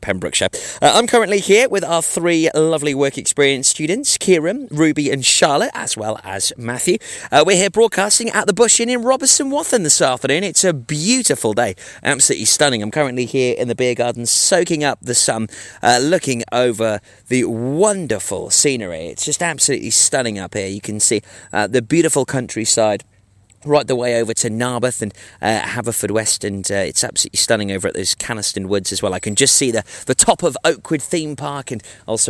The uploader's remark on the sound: Live at The Bush Inn, Robeston Wathen Weds 3rd July 1-2pm